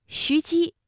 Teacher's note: 一个西，一个姬，这都是舌面音连读